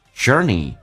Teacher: 重度卷舌在美式发音当中，整个舌身往回卷